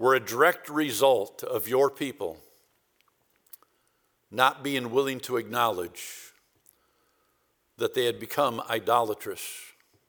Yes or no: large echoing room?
yes